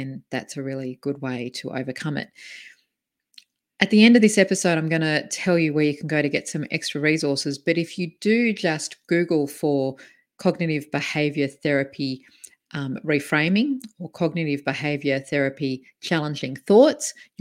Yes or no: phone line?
no